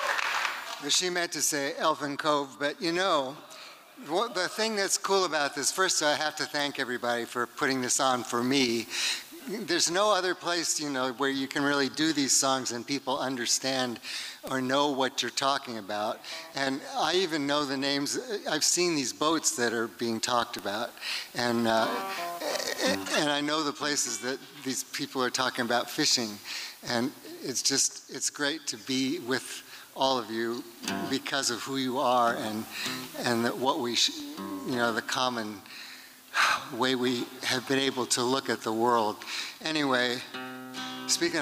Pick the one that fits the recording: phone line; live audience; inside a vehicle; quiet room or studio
live audience